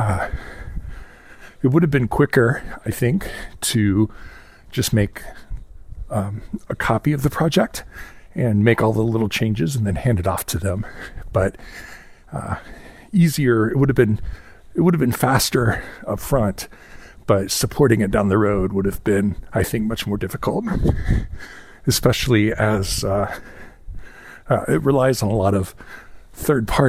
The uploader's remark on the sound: I clip on my portable mic and take a little walk